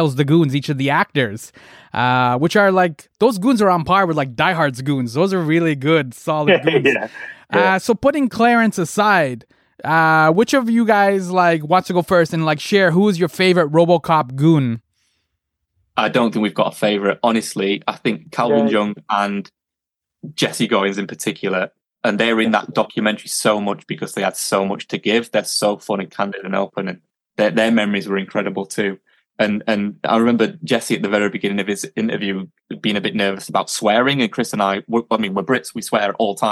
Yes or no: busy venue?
no